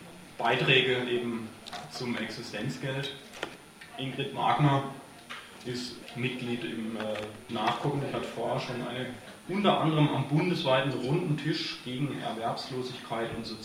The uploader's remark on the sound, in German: Livemitschnitt einer Lesung /Buchvorstellung im JosFritz Café Freiburg am 12.